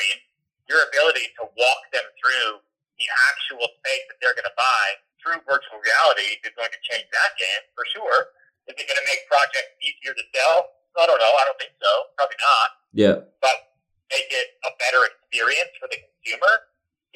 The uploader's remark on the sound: A Phone Call